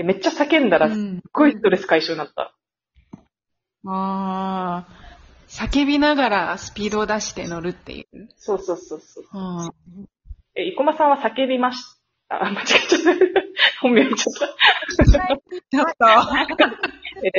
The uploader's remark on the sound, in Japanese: From Radiotalk。３人とも違う国にいるせいか音質が悪いです…（泣）。海外から配信。